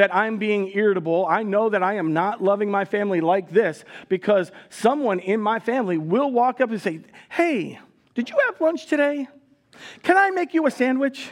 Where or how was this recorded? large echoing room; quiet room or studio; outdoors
large echoing room